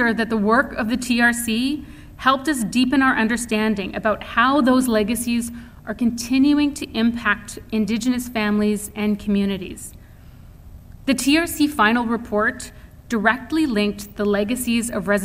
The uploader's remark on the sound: Indigenous Speakers Series Lecture she gave at Vancouver Island University